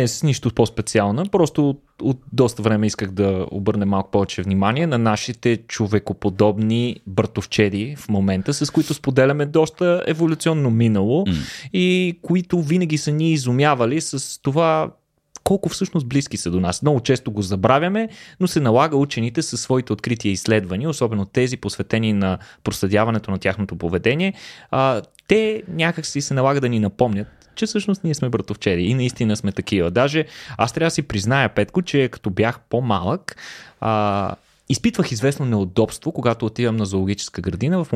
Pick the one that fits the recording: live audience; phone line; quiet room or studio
quiet room or studio